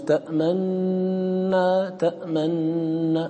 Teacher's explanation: يكون الإشمام بعد الإدغام وقبل استكمال التشديد